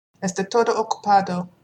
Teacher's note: in the word todo, it sounds more like Spanish single R